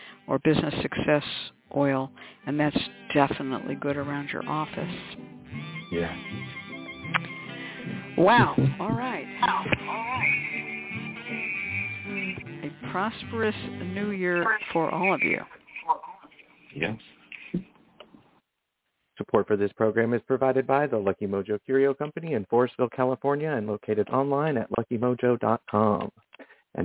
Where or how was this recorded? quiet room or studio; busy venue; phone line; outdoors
phone line